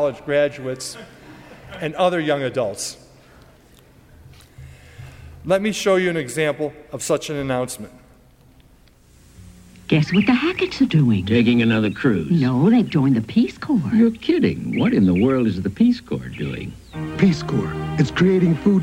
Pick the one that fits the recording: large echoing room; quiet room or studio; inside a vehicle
large echoing room